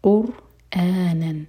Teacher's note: را ساکن ہیوی اور پھر حمزہ پر کٹ آف ساؤنڈ قرآنن ہم جیسے اردو میں قرآن کہہ دیتے ہیں ایسے نہیں